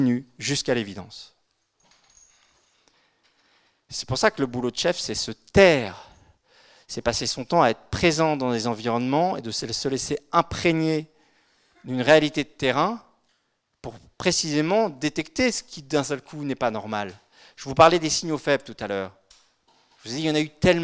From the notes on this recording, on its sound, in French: Conférence donnée lors de l'université d'été 2018 d'Academia Christiana